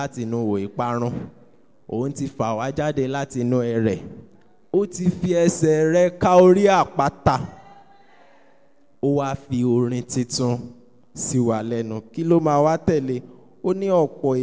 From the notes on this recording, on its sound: Preached at an early morning prayer meeting at TAC Powerline District in 2015.